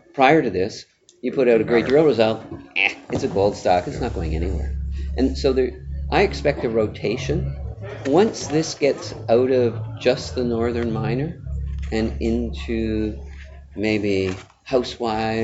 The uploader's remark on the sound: Recorded live on the sidelines of Cambridge House's Silver & Gold Summit in San Francisco in late October 2018.